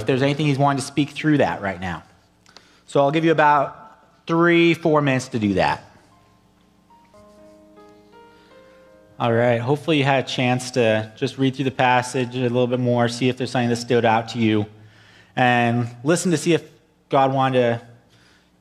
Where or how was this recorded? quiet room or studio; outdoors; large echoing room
large echoing room